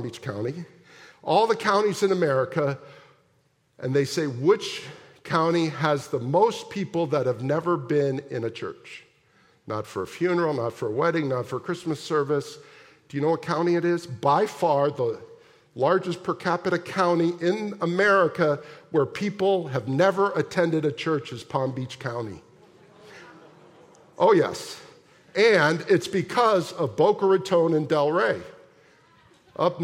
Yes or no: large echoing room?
yes